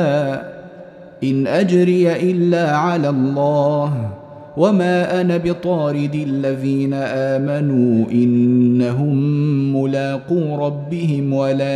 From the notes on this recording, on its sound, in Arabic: مسجل من صلاة التراويح بمسجد السلام بحي مشرفة.